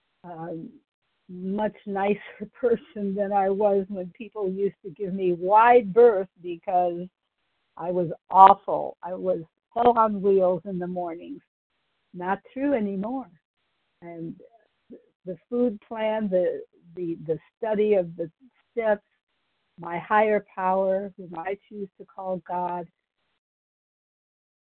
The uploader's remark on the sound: Qualification from the 100 Pounders Phone Meeting.